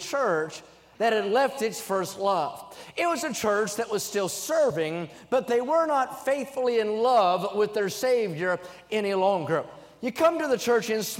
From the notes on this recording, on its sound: during the Wednesday Evening service on April 26, 2023, at North Valley Baptist Church in Santa Clara, California